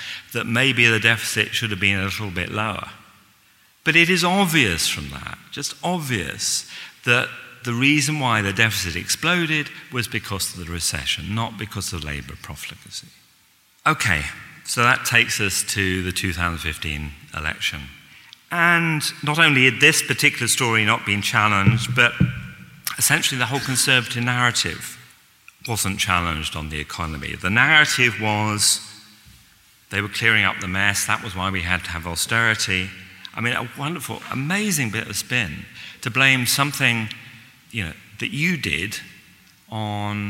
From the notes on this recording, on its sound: This week, we bring you a recording of this year's New Statesman and Speri prize lecture.